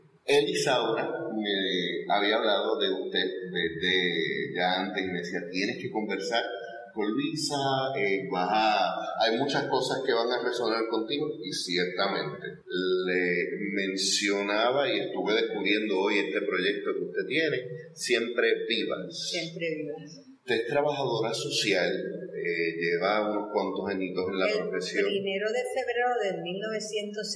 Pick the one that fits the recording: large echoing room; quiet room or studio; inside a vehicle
large echoing room